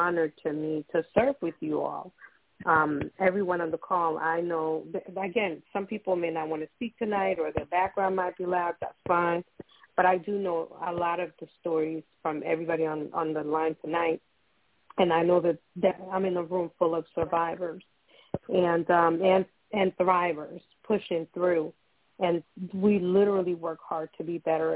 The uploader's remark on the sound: Those who call in will form a panel.